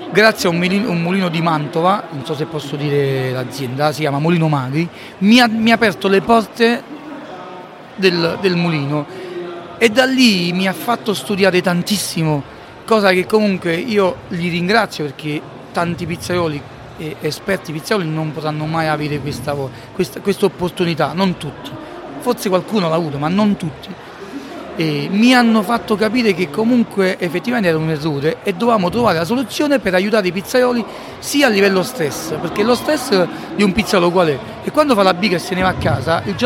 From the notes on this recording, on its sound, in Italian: Registrata live dalla Città della Pizza di Roma. Samson Q2U. Microfono ospiti: Maranz MPM-1000. Registratore portatile: Zoom H1n. Mixer: Zoom Podtrack P4.